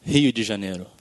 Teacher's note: If you're in that area around Rio, the D is a J.